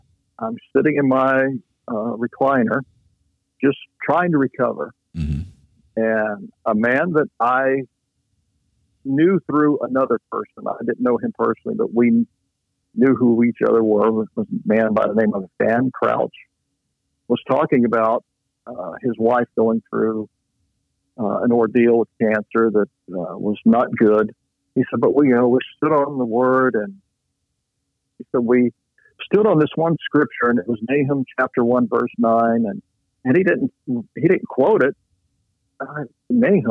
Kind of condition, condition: link, phone line